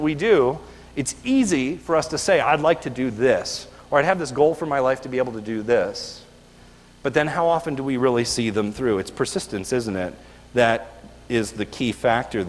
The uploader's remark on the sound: This is a video recorded at the Lebanon Bible Fellowship Church in Lebanon, PA on 12/02/2018 during the evening service